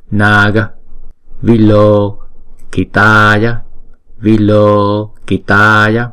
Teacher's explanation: Chữ Na thì chúng ta đọc hai nhịp, chữ Ga thì chúng ta đọc một nhịp.